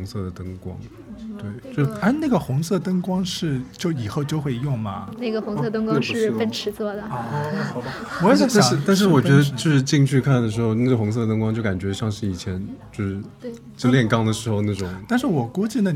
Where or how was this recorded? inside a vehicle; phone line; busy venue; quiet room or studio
busy venue